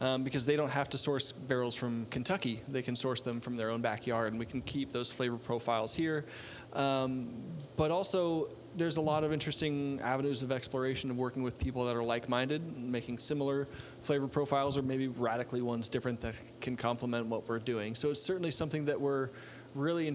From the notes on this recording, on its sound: Live Padcost from Westland Distillery. RØDE for making *really* great microphones. Olympus and Tascam for making fine mobile recording devices.